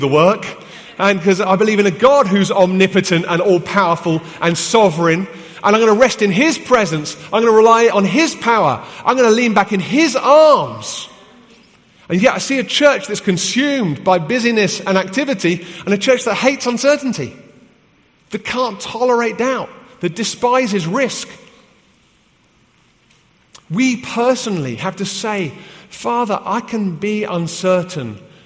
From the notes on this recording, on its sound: from the HTB Free To Be Conference in London